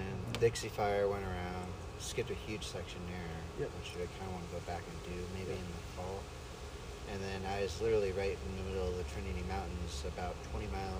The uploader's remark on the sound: talk at mile 1717 of the Pacific Crest Trail